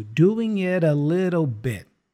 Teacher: And the A is a schwa sound